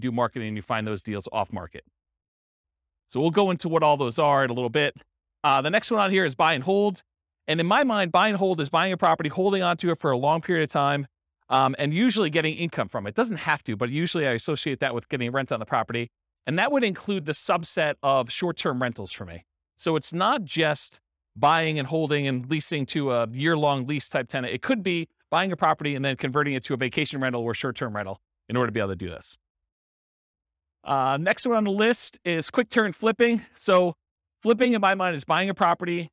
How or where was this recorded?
live audience